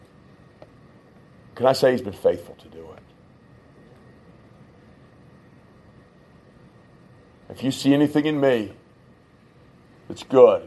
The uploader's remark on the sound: This is part 6 of 6 of a message preached at Shippensburg Independent Baptist Church in July of 2021.